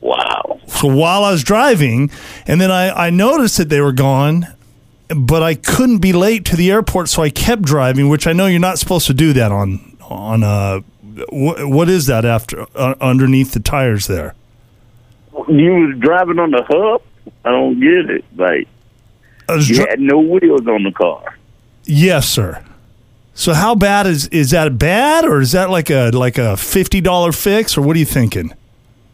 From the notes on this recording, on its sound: Calls a tire shop.